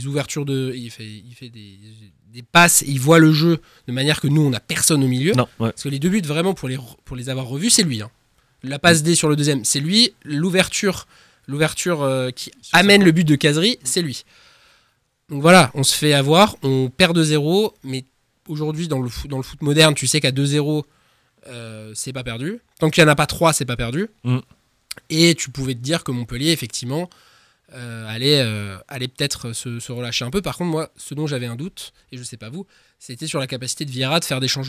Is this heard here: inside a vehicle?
no